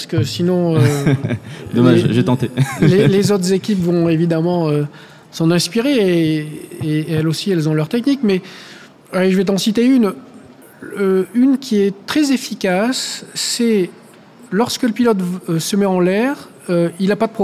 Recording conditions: live audience